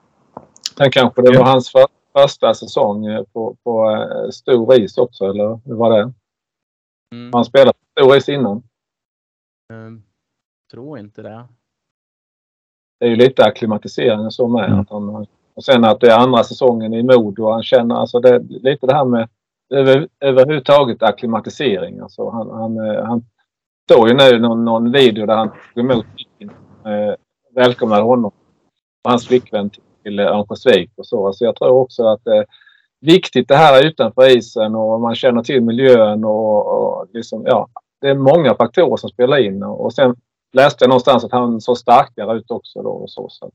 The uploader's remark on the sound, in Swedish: Vi ber om ursäkt för dålig ljudkvalitet.